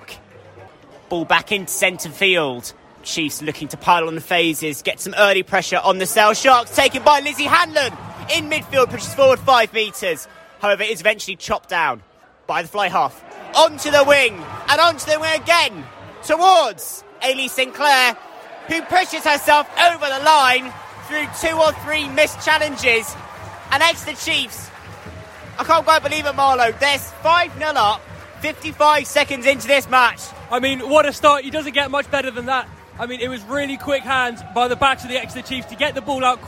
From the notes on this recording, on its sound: live from Sandy Park!